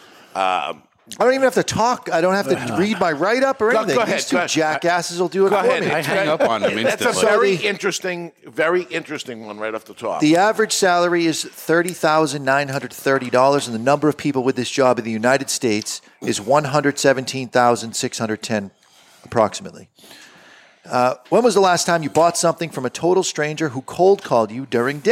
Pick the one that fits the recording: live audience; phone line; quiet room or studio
live audience